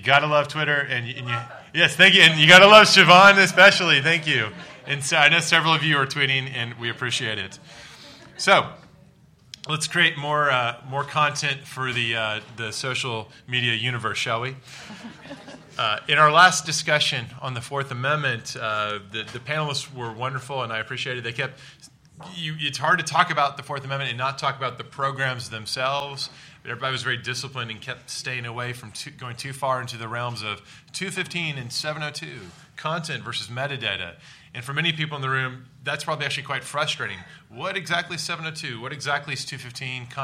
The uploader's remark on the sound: Audio from "The National Security Agency at the Crossroads," a public conference held by the Robert Strauss Center for International Security and Law and the William Clements Center for National Security at the University of Texas at Austin.